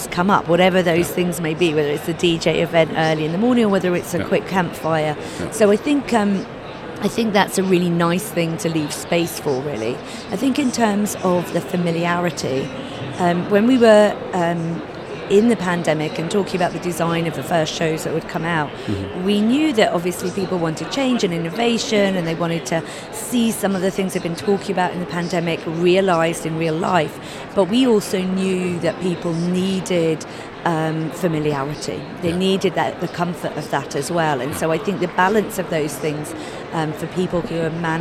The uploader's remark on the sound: Live from #IMEXAmerica